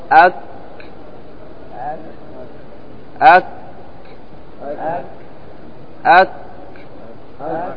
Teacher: مهموس، لأنه مهموس. عندما تقول أك أك أك أك أك بعده هواء، صح؟ بعده هواء ملاحظ